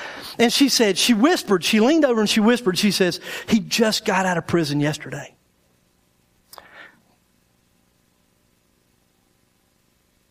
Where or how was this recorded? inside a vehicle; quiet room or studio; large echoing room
large echoing room